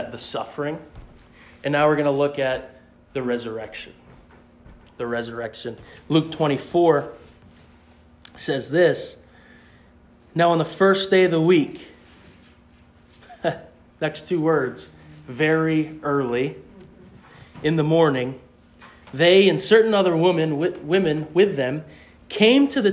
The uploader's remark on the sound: in the pulpit of the Pleasant Valley Bible Church in West Bethel, Maine on Easter Sunday 2021.